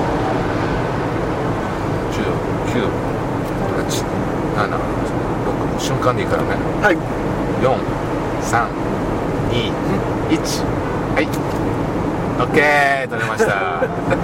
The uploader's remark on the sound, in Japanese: 福井県へ向かう車の中でドライビング対談収録をいたしました。